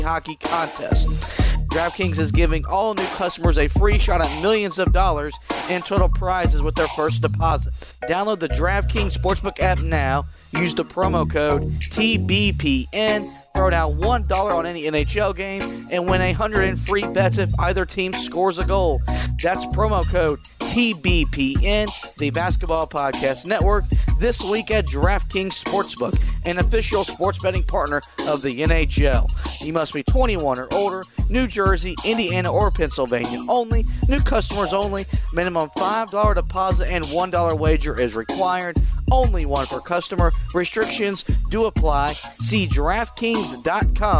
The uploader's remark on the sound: over the phone